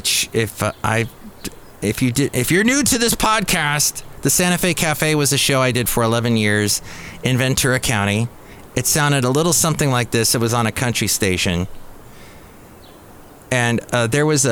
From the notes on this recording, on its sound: podcasts live from Café Anyway